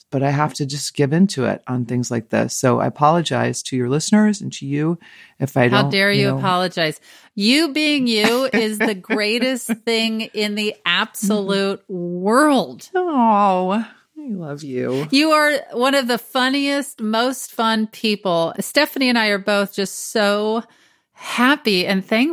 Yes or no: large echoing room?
no